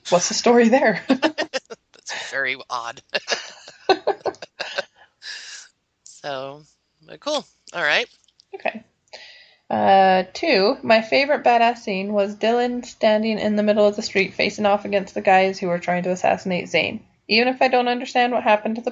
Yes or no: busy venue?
no